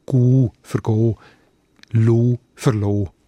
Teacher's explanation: Und das Gleiche beim langen «o», wo zu einem langen, offenen «u» verdumpft wird, «gu» für «go», «lu» für «lo».